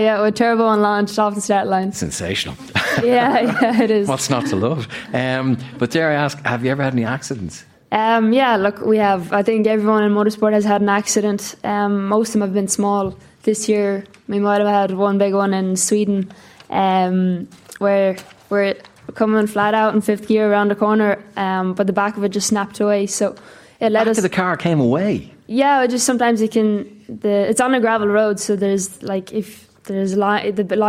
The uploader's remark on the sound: comes to you today live from Galmont Hotel for Movies and Booze